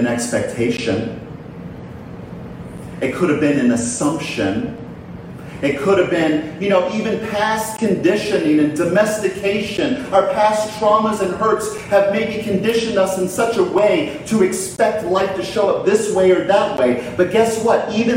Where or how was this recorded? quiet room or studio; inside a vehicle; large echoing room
large echoing room